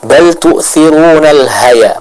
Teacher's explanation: Huruf ha jelaskan keluar dari tenggorokan bagian tengah.